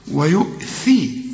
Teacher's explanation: الثاء لازم تطلع لسانك فيها، وكمان هي مكسورة